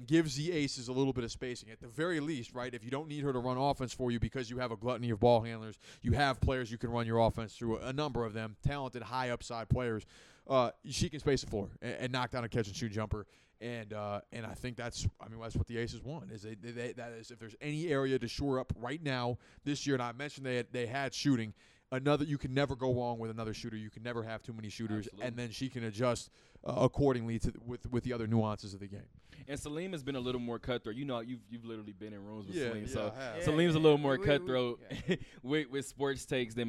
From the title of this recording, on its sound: Talk that Talk Radio Show Live from Westgate